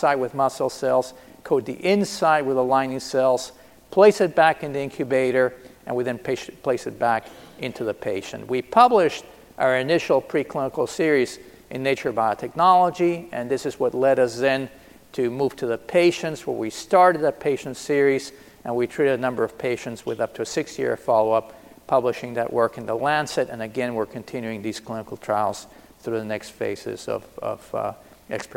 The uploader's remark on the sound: This is a keynote session from DPharm 2018.